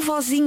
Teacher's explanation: Se é uma palavra grave, ou seja, o seu acento tónico encontra-se na penúltima sílaba, eu não preciso daquele acento agudo que existia na vogal O, senão seria a vozinha.